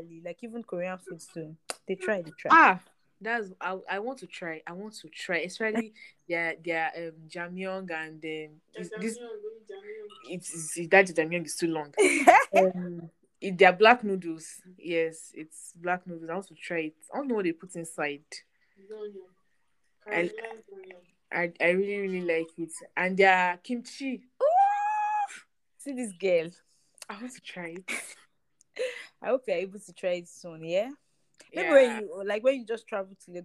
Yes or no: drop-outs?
yes